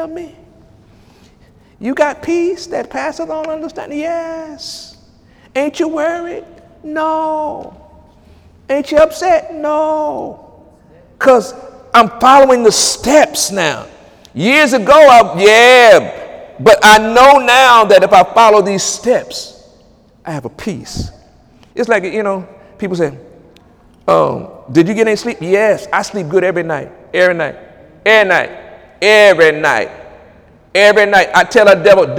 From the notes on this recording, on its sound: During Wednesday night service on October 11, 2017.